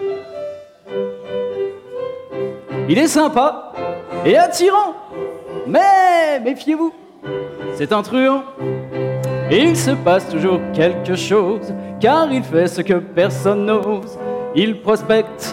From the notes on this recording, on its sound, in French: Enregistré en public. À Rennes à l'occasion des 10 ans du festival PodRennes.